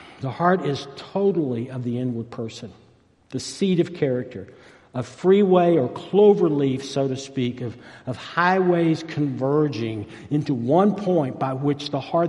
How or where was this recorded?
large echoing room